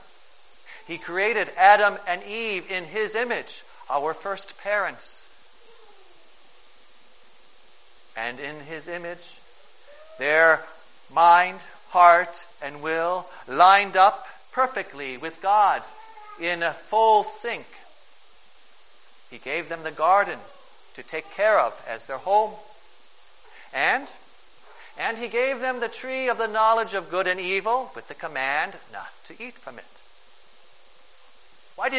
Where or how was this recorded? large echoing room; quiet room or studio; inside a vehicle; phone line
large echoing room